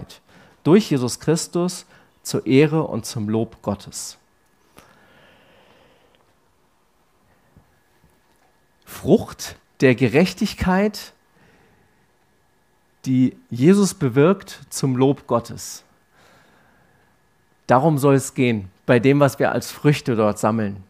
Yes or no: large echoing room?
yes